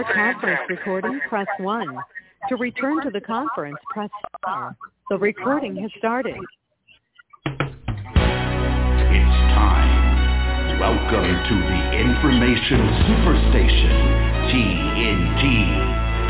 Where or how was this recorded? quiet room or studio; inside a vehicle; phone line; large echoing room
phone line